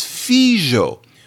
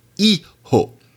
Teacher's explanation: The original sound was F. F can weaken into a h, and then the h goes away.